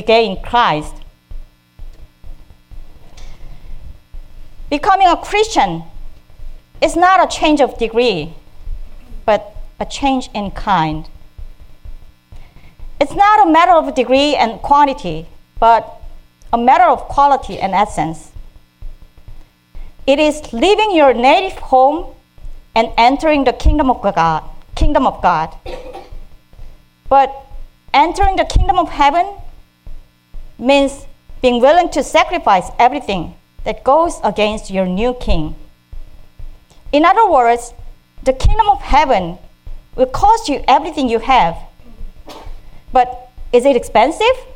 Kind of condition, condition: setting, large echoing room